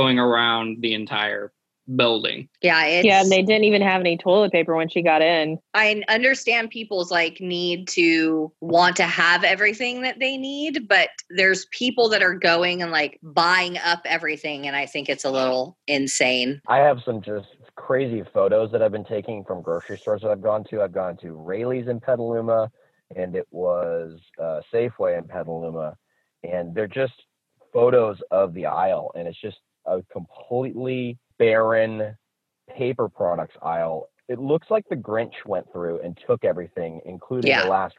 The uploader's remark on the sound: The gang is all back on Zoom!